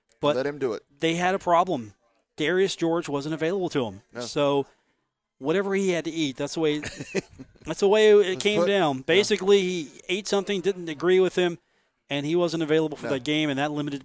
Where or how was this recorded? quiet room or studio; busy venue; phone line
busy venue